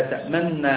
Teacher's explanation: فتح الميم وإدغام النون الأولى في الثانية، وهذه إشارة النون المدغمة بالضم لأن هذا فيها إشمام وروم، الإشمام بدون صوت، وهو هي أصلها تأمننا، أصلها تأمننا، فهنا أدغمت النون المضمومة مع النون الثانية فكان فيها الإشمام.